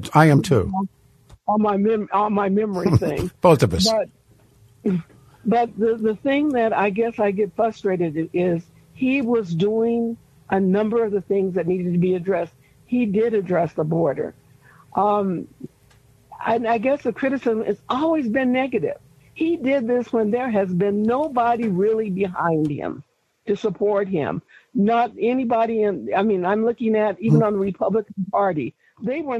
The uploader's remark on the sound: Open phone lines continue